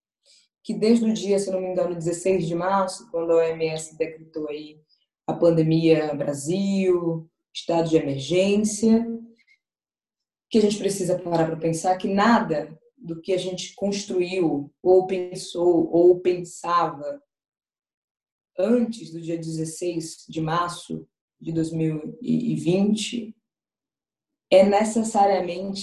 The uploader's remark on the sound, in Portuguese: durante o Ciranda MEJ Online, realizado no dia 23/05/20